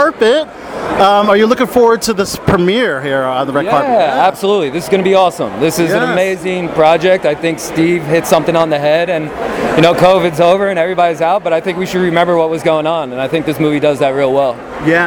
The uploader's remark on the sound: In-person interviews from the 2023 Tribecal Festival. At the red carpet of his fifth directorial effort "The Listener".